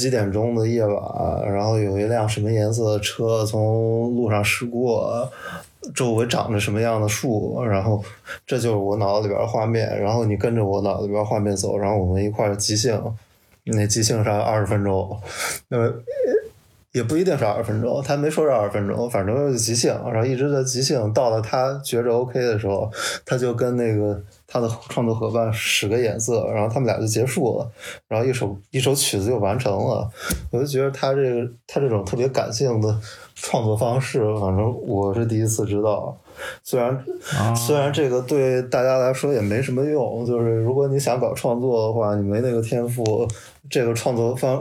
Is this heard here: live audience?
no